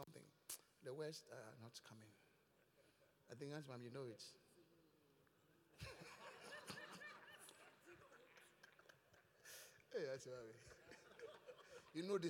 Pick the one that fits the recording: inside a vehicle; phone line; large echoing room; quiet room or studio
large echoing room